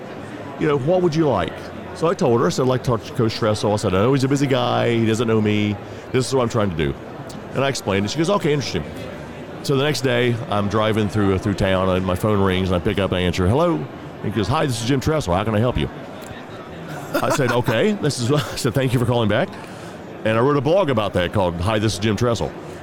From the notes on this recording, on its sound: LIVE from NRB 2022!